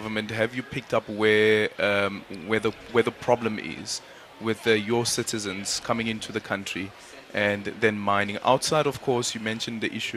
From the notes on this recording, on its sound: We continue with our live coverage of the AGOA Forum.